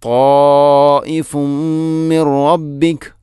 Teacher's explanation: ഇനി ത്വാഇഫുൻ മിൻ റബ്ബിക, ത്വാഇഫുൻ അവിടെ ഫഅമിൽ ലമ്മു തൻവീനാണ്, ശേഷം മീം, ഇങ്ങനെ വരുമ്പോൾ ഇദ്ഗാം കാമിൽ, പൂർണ്ണമായിട്ടും തൻവീനിനെ മീമിലേക്ക് കൂട്ടി ലയിപ്പിക്കണം. ത്വാഇഫുൻ മിൻ റബ്ബിക.